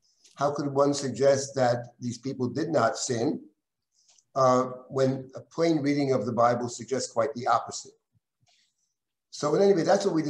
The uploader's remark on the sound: This audio was originally captured from Zoom.